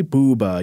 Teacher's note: when you say Booba, you say ooh, and the mouth there makes a round shape